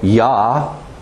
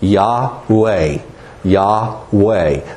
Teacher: That U comes out as a W to us. So Vav has that U or an O sound, but it's going to come out with a W in English when we say it because we're saying it as a two-syllable word, not three.